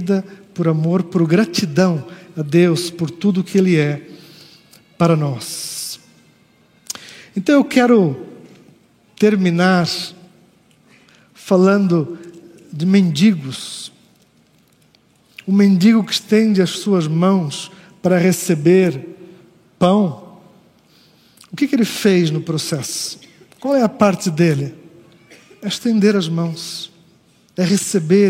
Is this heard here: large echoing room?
yes